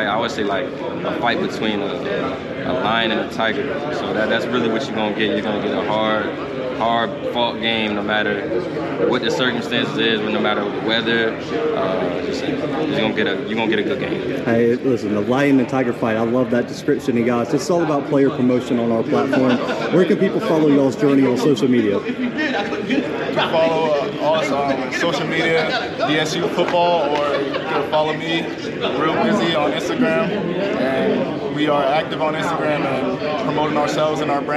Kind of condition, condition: setting, busy venue